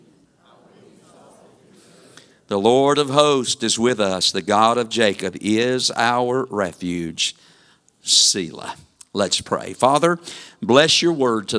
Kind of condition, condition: setting, large echoing room